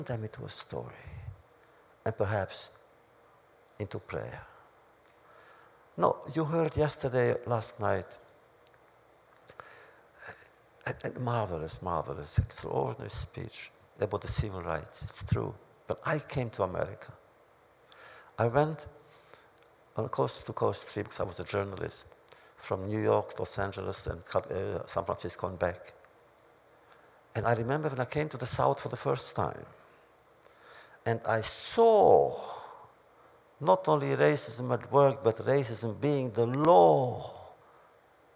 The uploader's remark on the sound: This audio podcast was recorded at the Academy of Achievement's 2007 Summit in Washington, D.C. In a wide-ranging address to the Academy's student delegates.